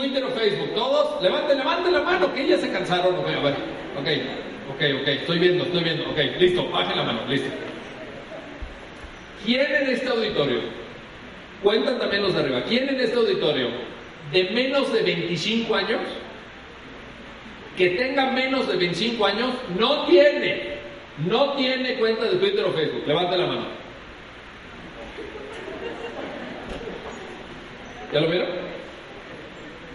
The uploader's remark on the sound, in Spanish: Impartida el 26 de Mayo de 2015 en el Auditorio Ponciano Arriaga de la Facultad de Derecho de la Universidad Autónoma de San Luis Potosí. Conferencia Magistral. En el Auditorio Ponciano Arriaga de la Facultad de Derecho de la Universidad Autónoma de San Luis Potosí durante la celebración del los 30 Años del Bufete de la Garza.